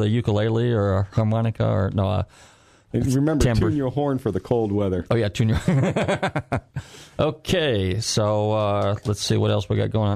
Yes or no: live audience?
no